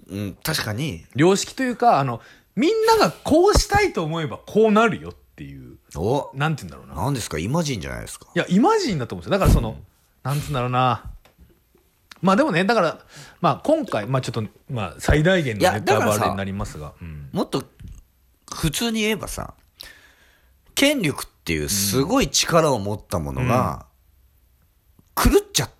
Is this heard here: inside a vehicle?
no